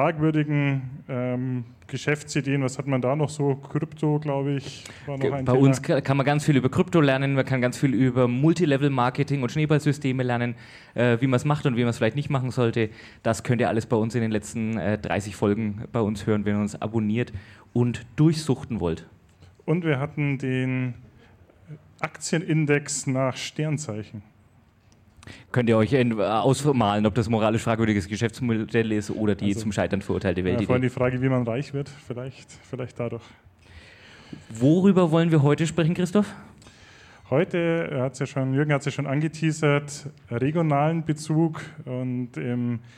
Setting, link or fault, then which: setting, live audience